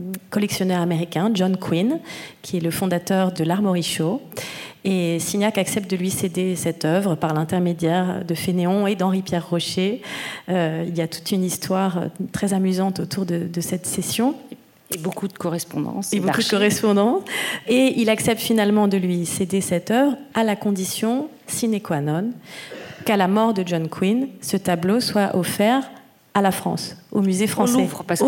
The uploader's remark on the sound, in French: Enregistrement de la conférence inaugurale du 22 octobre 2021.